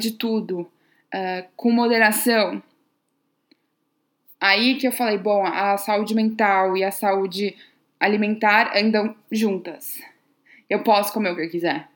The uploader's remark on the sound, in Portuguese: Eu gravei uma LIVE que eu fiz no Instagram